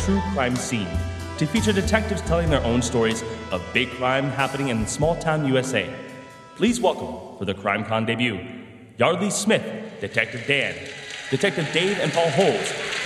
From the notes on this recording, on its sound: CrimeCon Live! The usual suspects traveled to Orlando for CrimeCon ‘23 and took the stage for a special live episode.